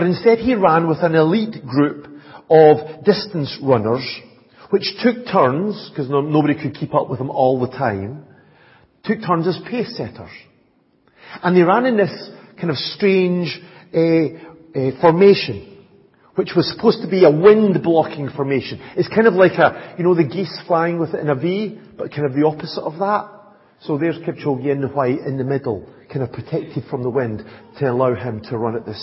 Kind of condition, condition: setting, large echoing room